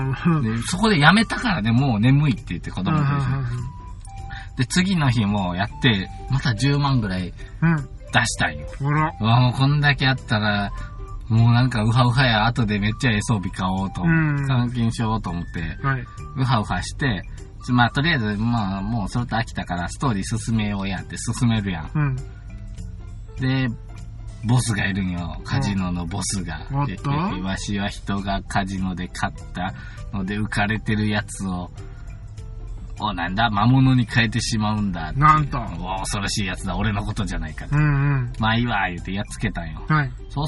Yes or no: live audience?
no